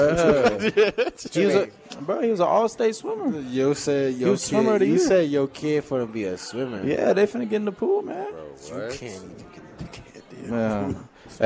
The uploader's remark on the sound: Live from Daq Shack!